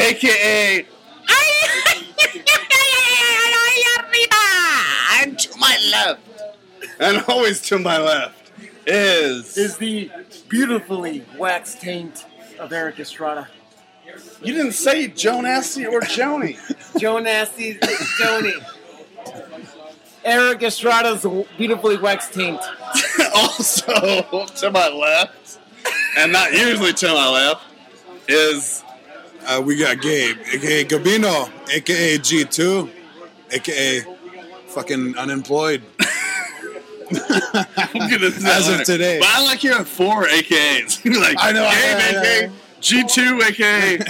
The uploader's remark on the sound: Coming at you live from the Woodshed 2, a few drunk people stop by and mumble some BS.